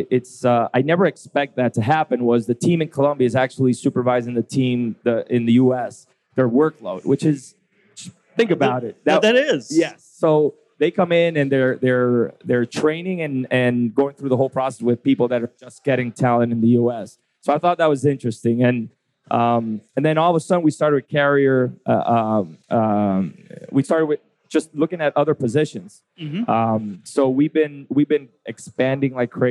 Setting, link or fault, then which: setting, busy venue